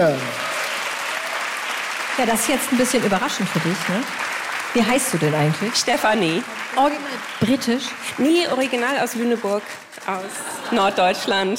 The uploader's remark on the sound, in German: Federblazer, Toaster auf der Bühne und jede Menge Bücher – der Podcast diesmal live vom Harbourfront Literaturfestival.